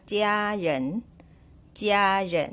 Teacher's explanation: jiaเสียง 1บนตัว aแล้วก็ renเสียง 2บนตัว eค่ะ